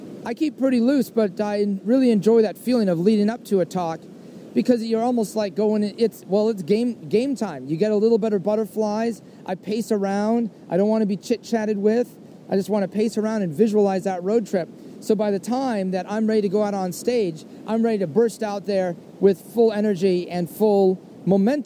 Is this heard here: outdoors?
yes